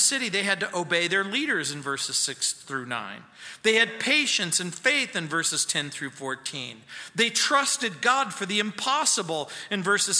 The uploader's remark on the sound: At Calvary South Denver in Littleton CO.